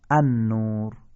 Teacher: لام نزد این 13 حرف خوانده نمیشه، در واقع ادغام میشه. چون لام نزد این 13 حرف ادغام میشه و در اثر ادغام تبدیل به حرف بعدی میشه، لذا ما لامو نمیخونیم، حرف بعدی رو مشدد میخونیم.